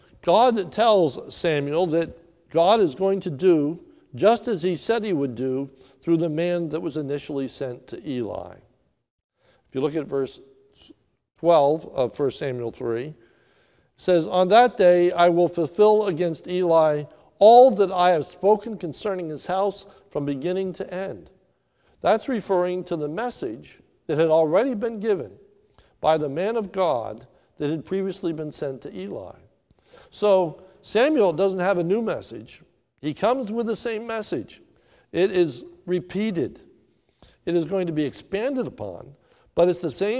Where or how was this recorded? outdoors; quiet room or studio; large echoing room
large echoing room